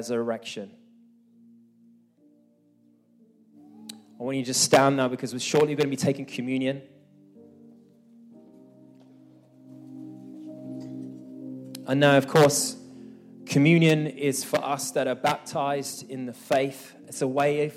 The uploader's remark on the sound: This message was recorded live at our Malmö Gathering on Sunday, April 2nd, 2023.